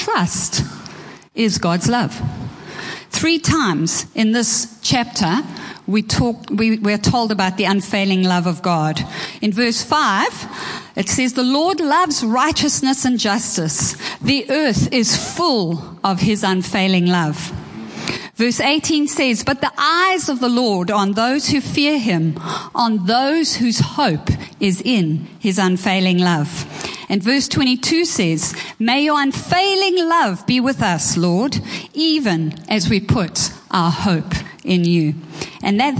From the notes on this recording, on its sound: Preached at Horsham Downs on 14/01/24.